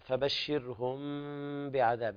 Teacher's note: في قوله تعالى فبشرهم بعذاب، هنا الإخفاء الشفوي لابد من إخفاء الميم مع الغنة عند الباء